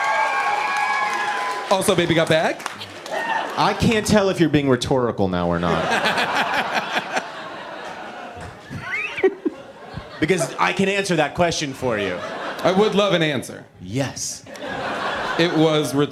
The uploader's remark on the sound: Recorded live at the Bell House